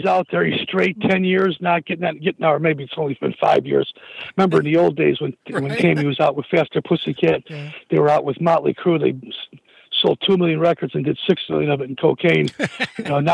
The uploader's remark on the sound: called